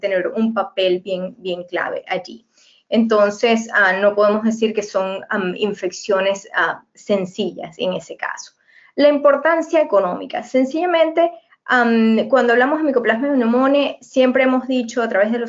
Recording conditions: video call